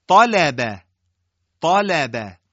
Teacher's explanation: طا درشته، لب، لام و با استفال دارن